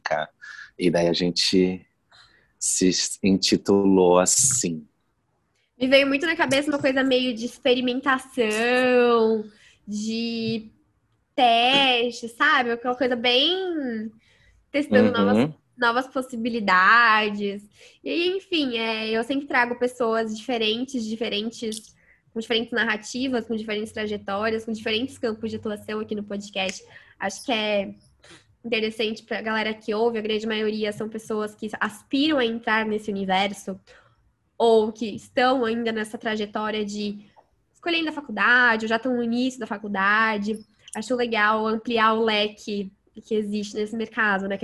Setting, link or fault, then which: link, video call